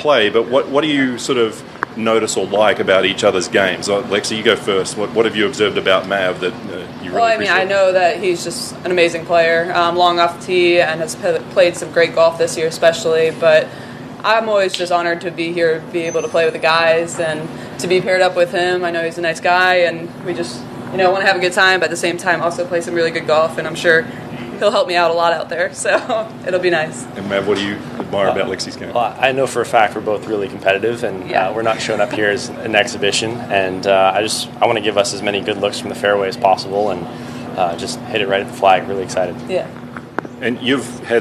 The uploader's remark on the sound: Team Interviews "LIVE" from Naples, FL at The QBE SHOOTOUT